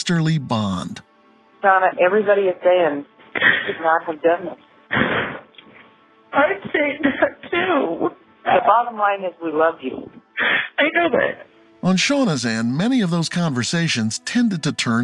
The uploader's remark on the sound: Recorded phone calls from a suspect in jail